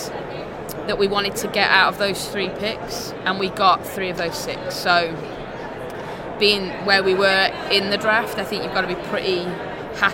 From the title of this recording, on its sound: Live from the 2019 USC Convention